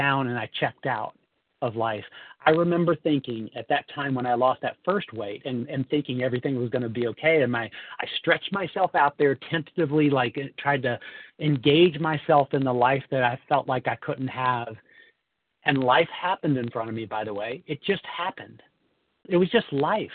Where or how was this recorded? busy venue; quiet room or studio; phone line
phone line